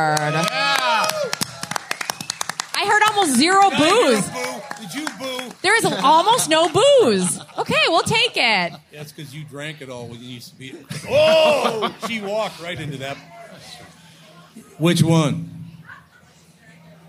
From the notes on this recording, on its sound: Made their triumphant returns to the Minnesota State Fair, live from the Hubbard Broadcasting Day Stage. From the "Great Minnesota Get Together."